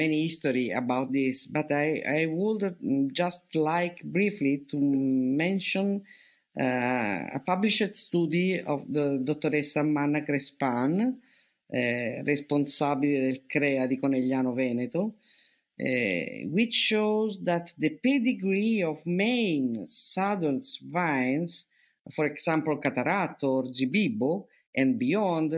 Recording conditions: video call